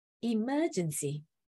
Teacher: So for this pattern, four more syllables, the stress falls on the third last syllable, the antepenultimate syllable.